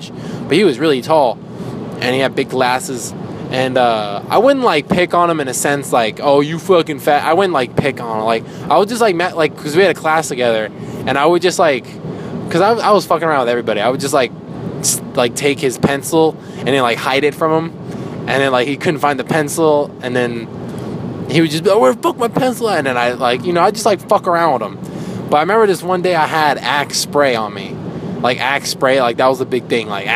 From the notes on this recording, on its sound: I talk in my car